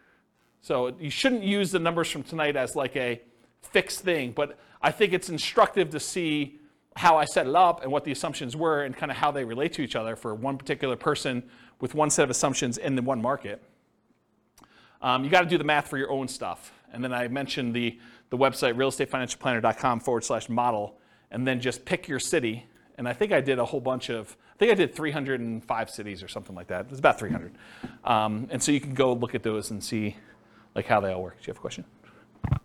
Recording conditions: live audience